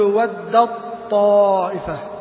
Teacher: حذفت التاء وبقيت صفة الطاء وهي الاستعلاء